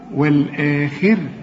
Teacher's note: وما دام الراء هنقف عليها، نشوف الحرف اللي قبله، اذا كان مكسور زي الخاء نرقق الايه الراء